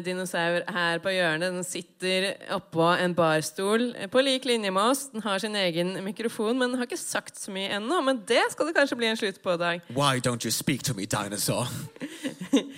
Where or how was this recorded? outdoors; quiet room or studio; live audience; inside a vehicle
live audience